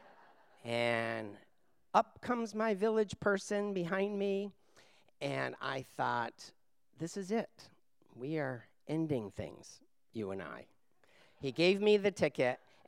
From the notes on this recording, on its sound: These stories were told and recorded in front of a live audience on July 31st, 2018 at Wellfleet Preservation Hall in Cape Cod, Massachusetts.